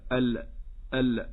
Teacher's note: القارئ يفتح مخرجه مع الحرف المتقدم من مقدمة الفم وهو عندنا اللام، يفتحه بصوت، يفعل هكذا: ال، وهذا خطأ.